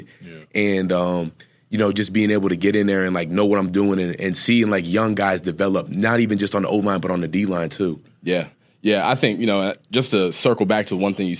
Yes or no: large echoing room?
no